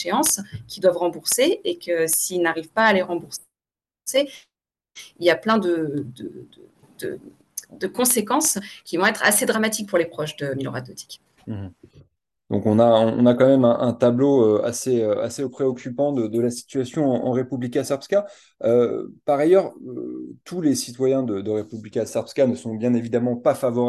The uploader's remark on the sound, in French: Replay | Webinaire